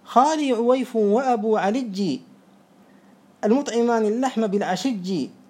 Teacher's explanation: إبدالهم الياء المشددة أو الساكنة جيما · Term: عجعجة قضاعة